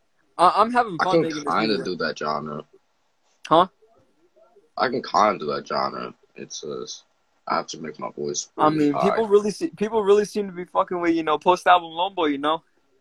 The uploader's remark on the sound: went on Instagram Live